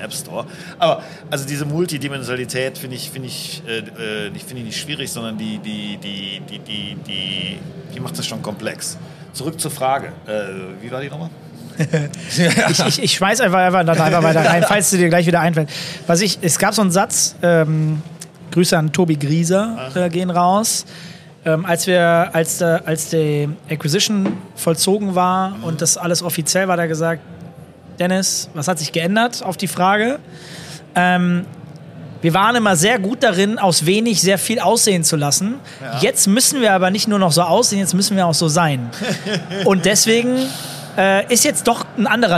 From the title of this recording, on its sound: Live at IEM